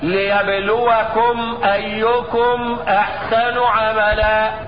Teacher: فالميم تخرج من بين الشفتين مع انطباقهما · Term: ميم مظهرة